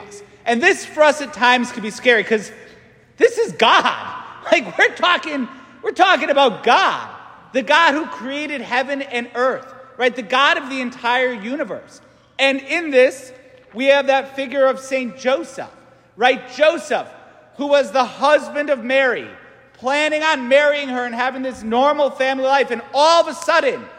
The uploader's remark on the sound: St Francis Catholic parish homily